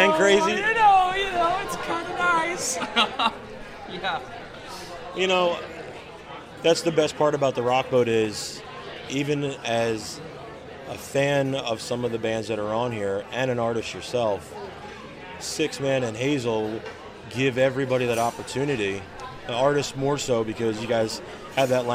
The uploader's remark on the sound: Live from TRB XXII